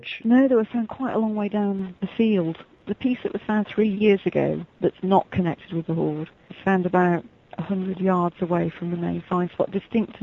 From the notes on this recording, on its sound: chat with us via telephone